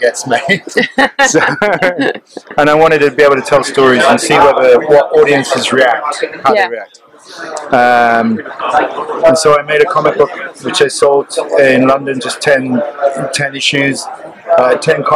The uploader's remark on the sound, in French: Festival International de la BD d’Angoulême 2023. Une nouvelle interview sur le stand de 404 comics.